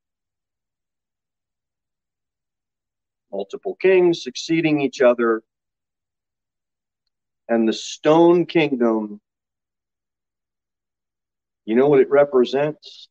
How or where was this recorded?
large echoing room